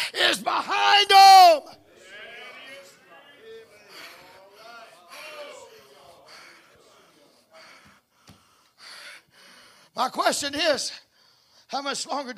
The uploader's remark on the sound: Preaching at Cunningham Holiness fellowship meeting. Broadcast on Echoes of Holiness Radio.